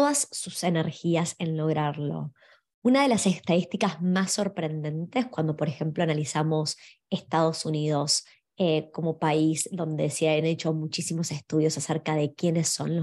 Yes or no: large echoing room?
no